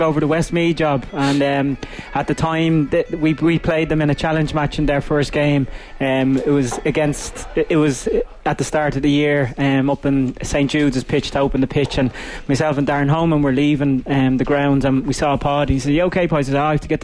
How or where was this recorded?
busy venue